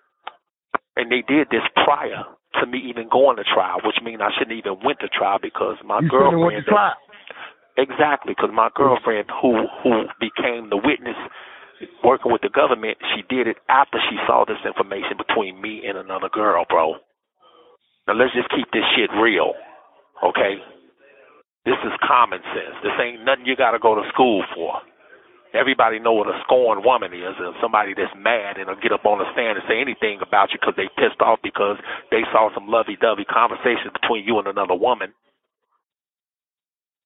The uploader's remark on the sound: LIVE PHONE CONVO